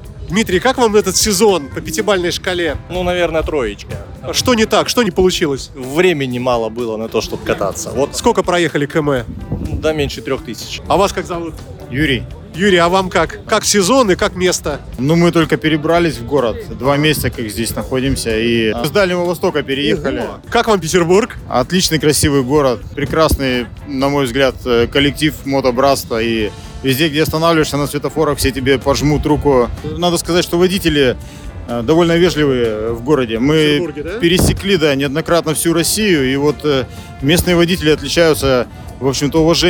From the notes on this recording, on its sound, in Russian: Интервью с Крестовского острова. Записано 30 сентября на Крестовском острове на месте сбора мотоциклистов для торжественного проезда по городу.